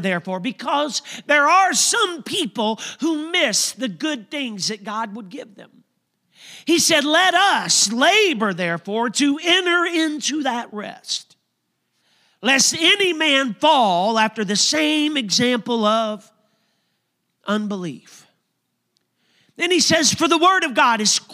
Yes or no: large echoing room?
yes